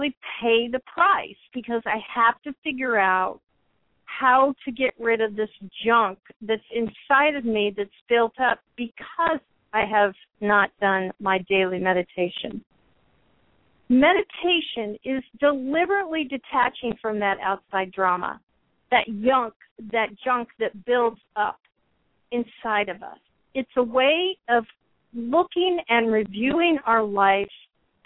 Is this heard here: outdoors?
no